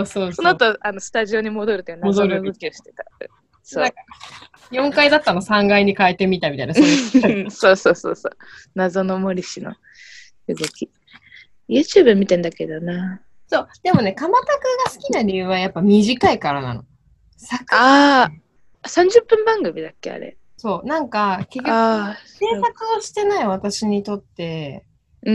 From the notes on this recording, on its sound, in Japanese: 東京と新潟でzoomにて収録